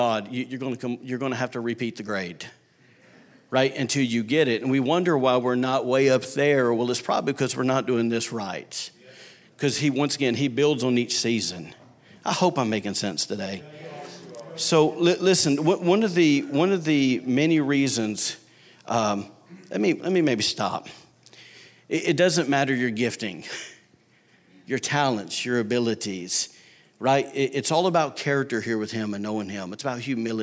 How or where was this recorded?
large echoing room